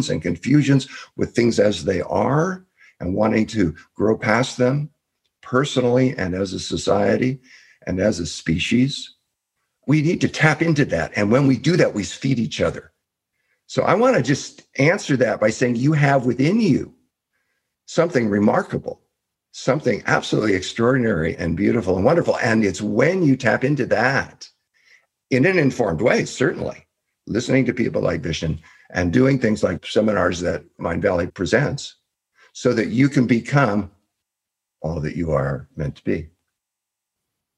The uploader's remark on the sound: In this live call